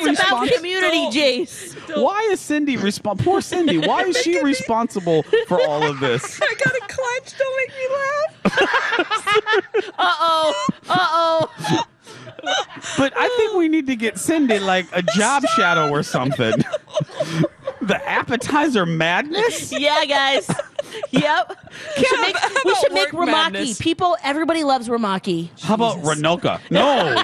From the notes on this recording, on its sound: broadcast live from the AC Hotel for the Superbowl